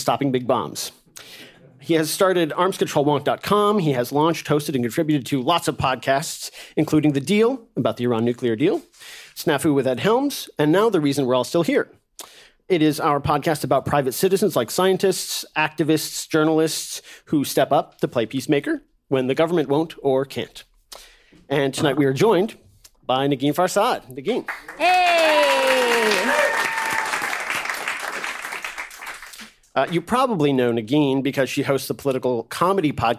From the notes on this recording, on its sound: A live episode recording of The Reason We’re All Still Here. A live episode recording of The Reason We’re All Still Here.